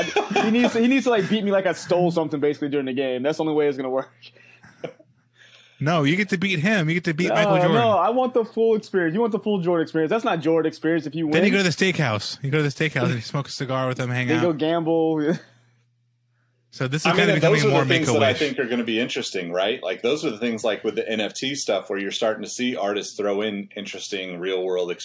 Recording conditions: video call